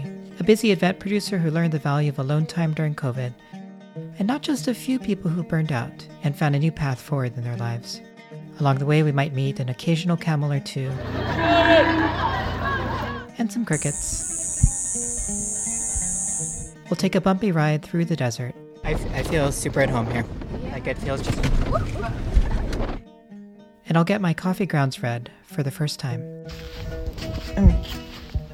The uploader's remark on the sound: Live from the Wadi Rum Desert. It’s our first field studio season, with the majority of our episodes recorded from the beautiful Wadi Rum desert in Jordan, thanks to a special artist residency hosted by One of Many Studio (OoM).